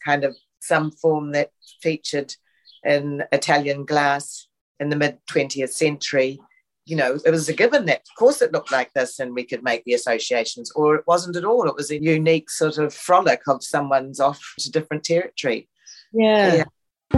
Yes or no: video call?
yes